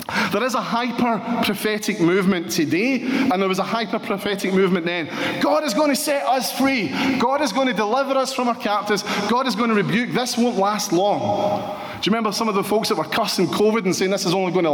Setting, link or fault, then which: setting, live audience